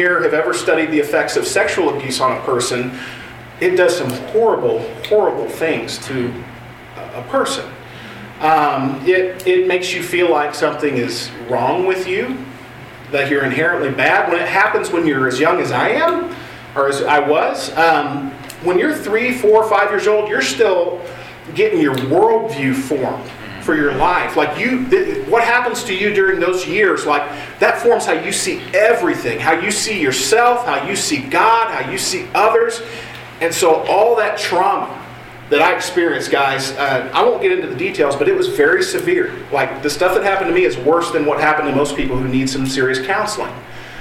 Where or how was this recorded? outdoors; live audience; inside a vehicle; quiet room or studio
live audience